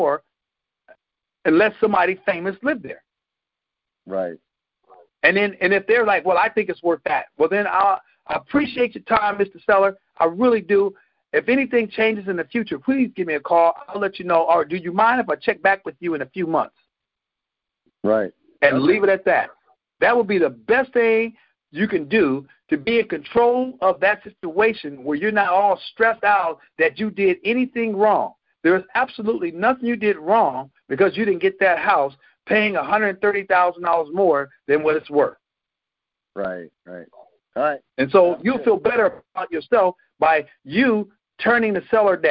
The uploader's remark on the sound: Gold Club Q&A Call.